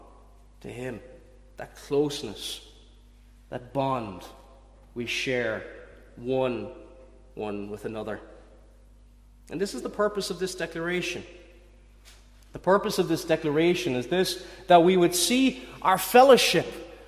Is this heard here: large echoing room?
yes